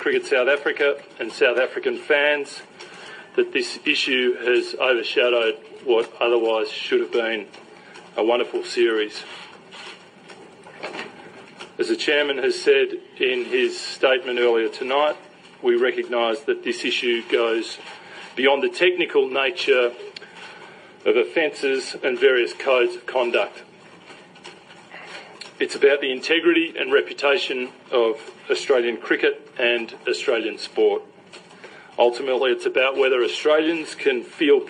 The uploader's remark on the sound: Press Conference In South Africa